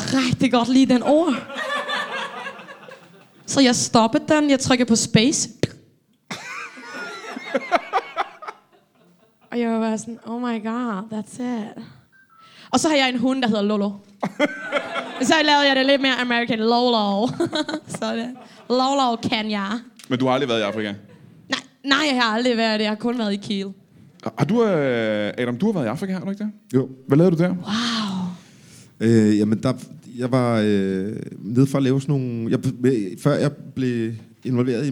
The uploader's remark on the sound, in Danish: LIVE fra Mojos Blues Bar